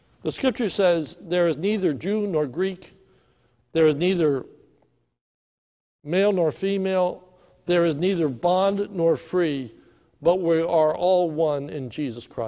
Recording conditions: large echoing room